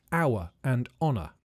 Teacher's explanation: the H wasn't pronounced, so the words started with a vowel sound